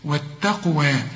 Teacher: والتاء والقاف هنا هنقلقلها لأن برضو القاف عليها السكون